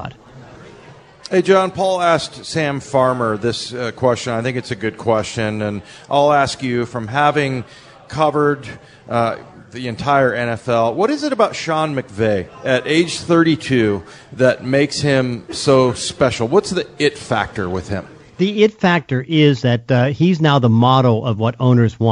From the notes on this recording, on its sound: sit down live at Pearl Seafood and Oyster bar in Lincoln Square